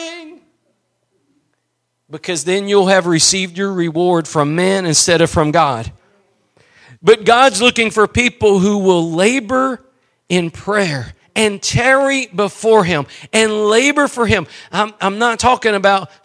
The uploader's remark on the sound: Preached at Gospel Lighthouse in Bossier City, La.